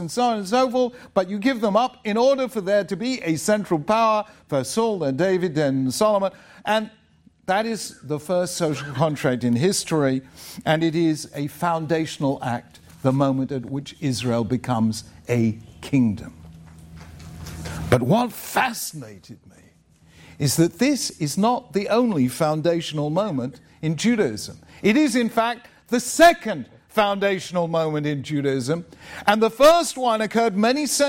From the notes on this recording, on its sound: Spoke at Eastern University, a Christian non-denominational school in suburban Philadelphia, to a packed audience of students which also included a large segment from a local modern Orthodox school, Kohelet Yeshiva High School. It was presented by the Agora Institute for Civic Virtue and the Common Good, the Templeton Honors College at Eastern University, along with the Tikvah Program and the Beit Midrash program at Kohelet Yeshiva High School.